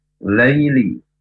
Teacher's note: Baca lunak saja. Ya sukun hanya menjadi i, tidak boleh panjang